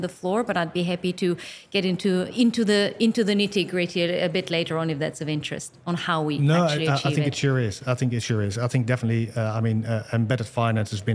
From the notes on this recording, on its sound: At Money20/20 Thunes Stand. Conversation at exquisite MoneyPot stage to wrap up the Live Coverage of #BBE at Money20/20.